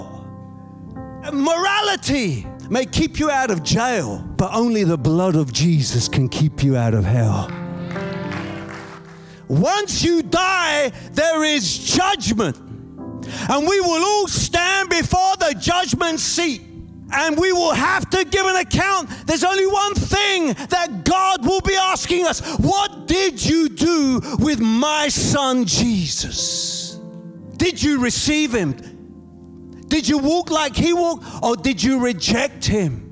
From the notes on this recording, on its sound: Preaching at a Church in Boston, Watford, England.